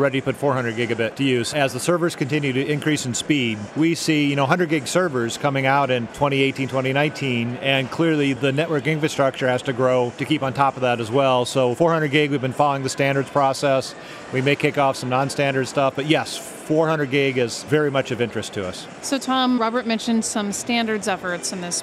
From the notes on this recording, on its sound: join us live from the Intel Developer Forum in San Francisco